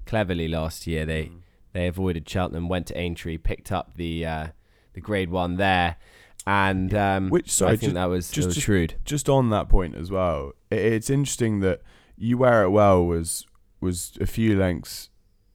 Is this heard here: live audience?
no